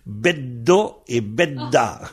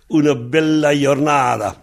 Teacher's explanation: Autrement dit, le L, les deux L sont devenus deux D · Shown in: first take · Pour dire une belle journée, on dit una bella giornata.